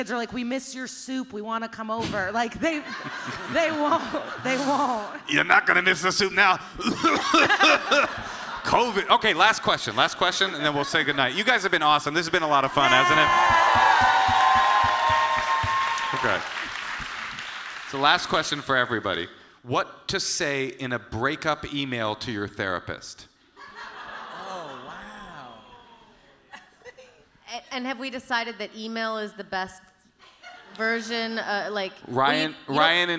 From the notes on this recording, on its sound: The live episode recorded as part of the Netflix Is A Joke Festival at the Hollywood Forever Cemetery.